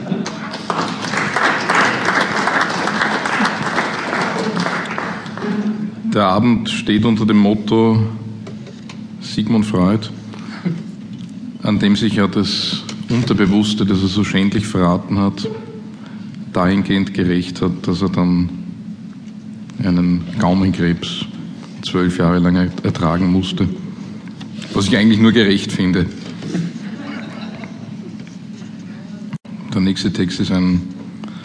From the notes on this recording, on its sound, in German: Live-Aufnahme aus der Roten Bar im Volkstheater Wien.